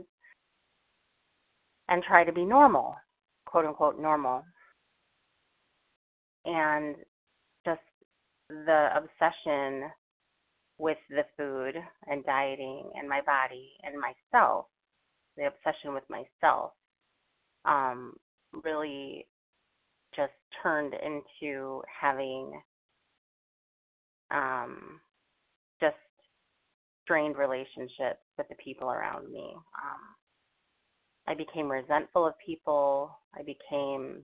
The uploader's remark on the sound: from the 100 Pounders Phone Meeting, 11/7/23.